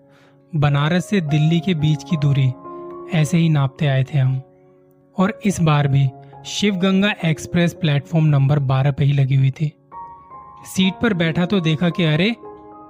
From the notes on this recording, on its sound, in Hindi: ye recording direct mobile se ki thi, isliye audio quality itni sahi nahi hai